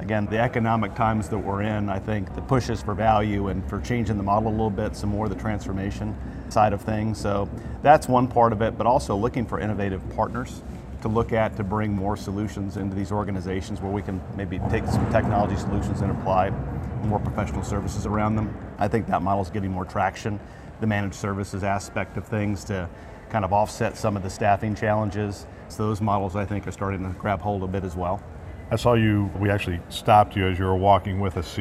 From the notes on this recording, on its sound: an Interview in Action live from ViVe 2023